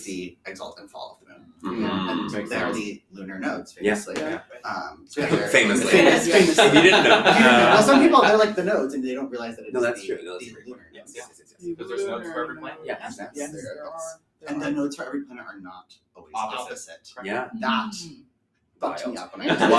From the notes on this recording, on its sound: Coming at you LIVE from NORWAC